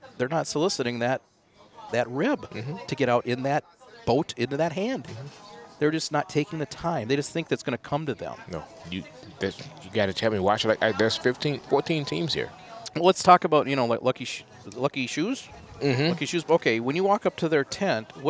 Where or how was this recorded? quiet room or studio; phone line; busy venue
busy venue